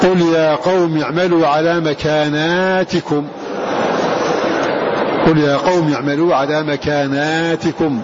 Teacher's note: فقال الناظم رحمه الله تعالى مكانات مد النون في الكل شعبة، مكانات حيثما ورد هذا اللفظ قرأ شعبة عن عاصم بمد هذه النون